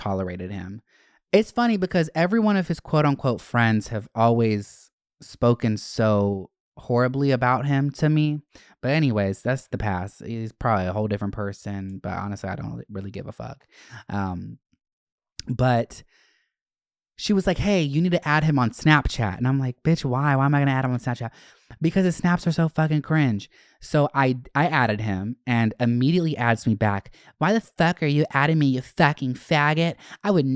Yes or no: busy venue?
no